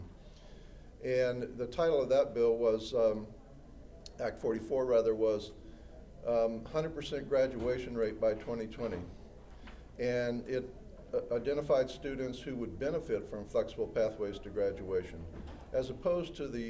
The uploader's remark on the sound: Audio from the first half of the extended PLP session at Vermont Fest 2014